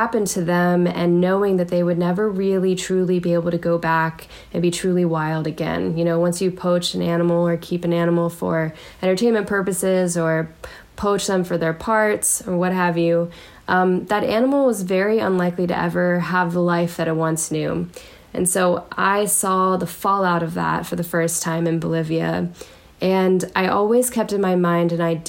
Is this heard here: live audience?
no